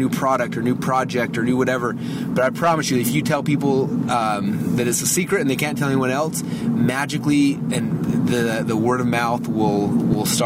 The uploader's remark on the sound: I am actually driving home from work today. I barely just missed a squirrel.